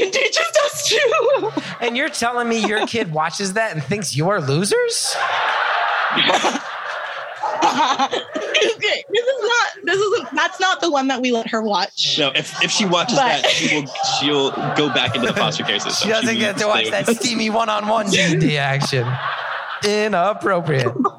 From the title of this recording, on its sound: Live from Seattle